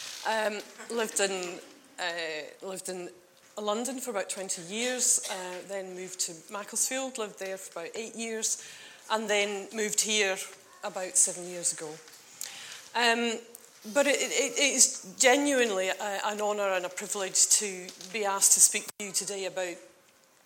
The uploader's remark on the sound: on 30th June 2019 at King's Church, Cockermouth